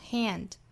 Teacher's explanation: 梅花 a 的发音在英音之中呢，上下开口度会更大，但是在美音之中，唇形会更扁一些